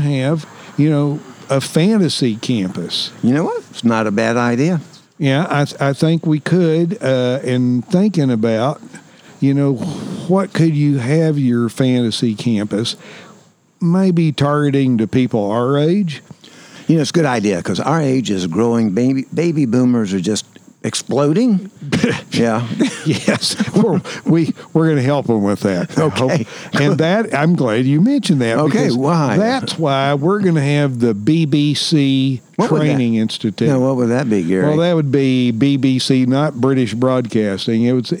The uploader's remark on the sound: This episode was recorded at Saluda Outfitters, home of Green River Eddy’s Tap Room & Grill.